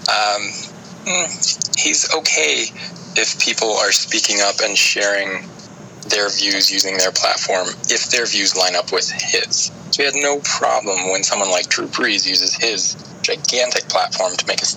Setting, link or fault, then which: setting, outdoors